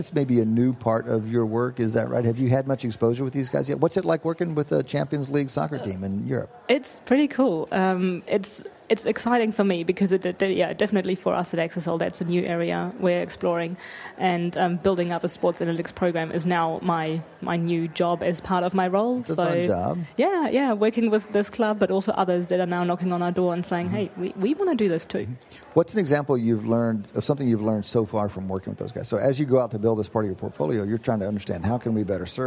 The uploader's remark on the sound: at the Wharton People Analytics Conference